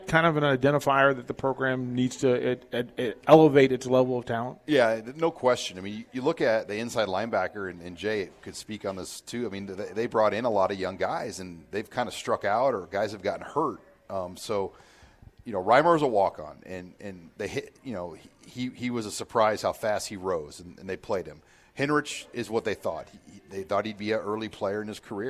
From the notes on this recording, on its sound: Live from Tanner's